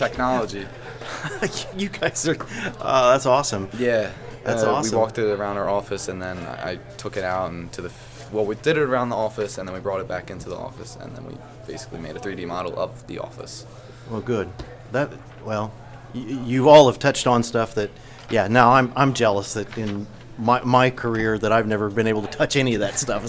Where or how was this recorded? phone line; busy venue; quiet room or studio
busy venue